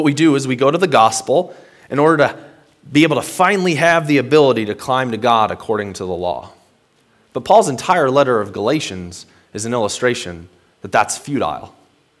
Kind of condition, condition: setting, large echoing room